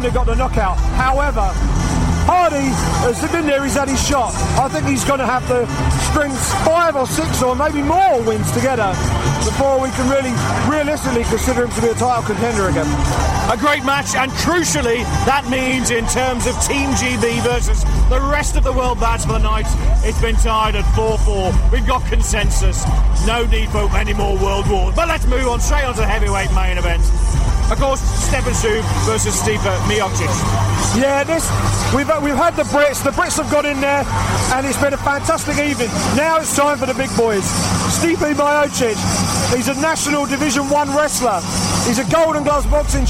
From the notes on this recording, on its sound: live reaction from cageside in Nottingham, England